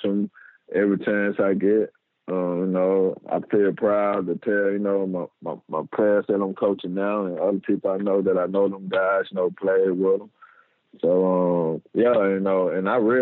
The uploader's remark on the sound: joined on the Modern Woodmen phone line (37:55)